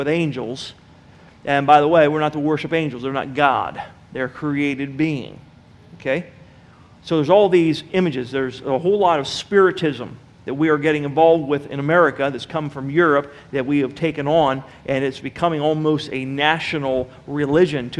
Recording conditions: large echoing room